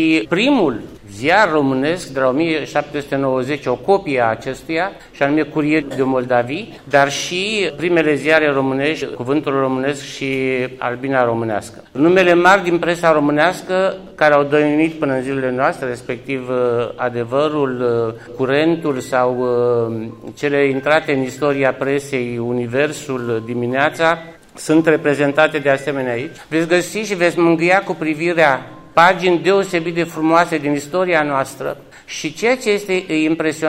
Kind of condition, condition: setting, busy venue